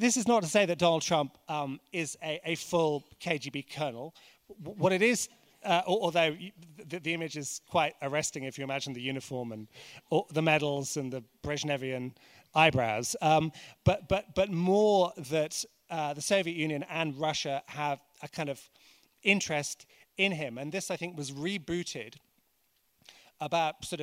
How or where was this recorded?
busy venue